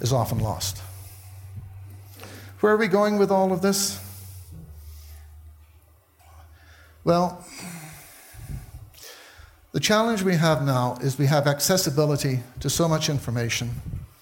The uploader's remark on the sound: Taken from the Buddhist Geeks Conference in 2012.